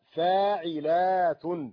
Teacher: هذه من ناحية النطق لا يوقف إلا عند حرف النون، أما هذه فيوقف عند حرف العين سكتة خفيفة حتى يعلم أن المقطع ينتهي عند حرف العين